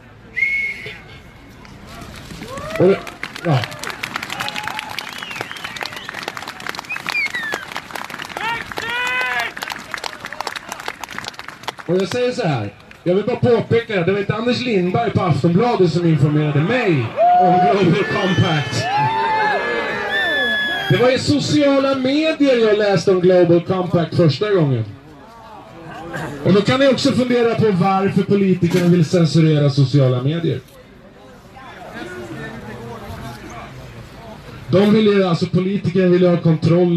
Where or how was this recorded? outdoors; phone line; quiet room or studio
outdoors